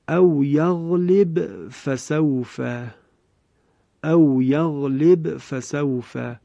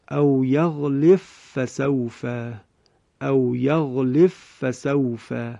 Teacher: دقت بفرمایید، اینجا طبق روایت خلف به همین شکل، یعنی به ساکن هست، به قلقله تلاوت میشه و کلمه فسوف هم که بعدش تلاوت میشه و هیچ ادغامی صورت نمیگیره، یعنی کاملا به اظهار خونده میشه · Shown in: first take